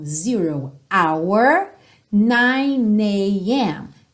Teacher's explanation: Bacana você reparar que esse H do hour é mudo, porque a grande maioria das letras H em inglês tem o som como a gente ouve em hi, hi, hello. Mas o H de hour é mudo.